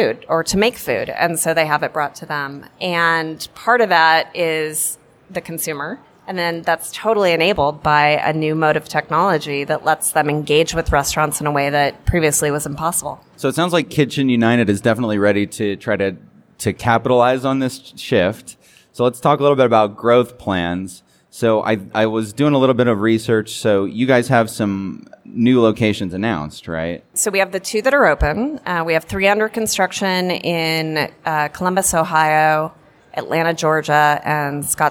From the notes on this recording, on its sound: Portions of this episode were recorded live in front of a studio audience at Las Vegas Convention Center during ICSC RECon 2019.